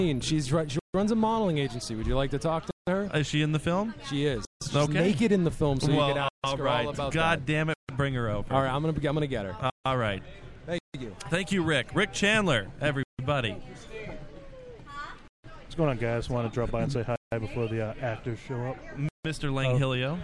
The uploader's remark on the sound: We are live at the Gilgamesh premiere